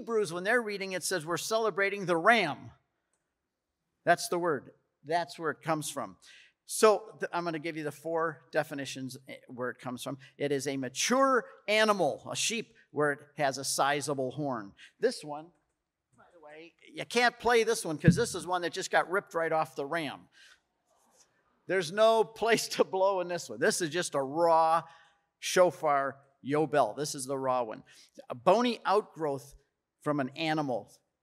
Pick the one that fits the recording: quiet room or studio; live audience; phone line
live audience